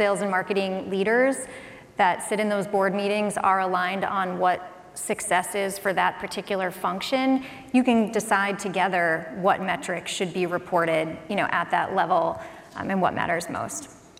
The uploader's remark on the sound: This session replay from the B2B Sales & Marketing Exchange. An esteemed panel from companies such as OutSystems, TechnologyAdvice and Pickit.